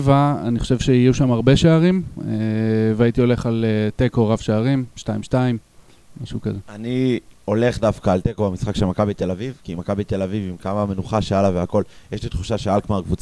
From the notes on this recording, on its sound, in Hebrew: פרק מיוחד שהוקלט תוך כדי מפגש בלוגרים של האתר וכלל כ 6 משתתפים